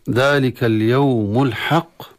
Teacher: عند الوقف على الحق ففيها القلقلة الكبرى، ولكن ينبغي للقارئ ألا يأتي بالتفخيم في الحاء كما يفعل البعض، ذلك اليوم الحق، وهذا خطأ.